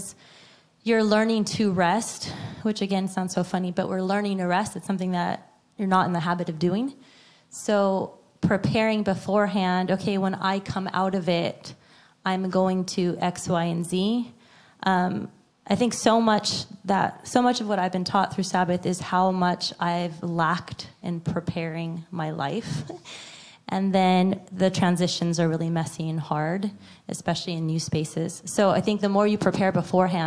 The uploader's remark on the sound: A panel Q & A live with our church community.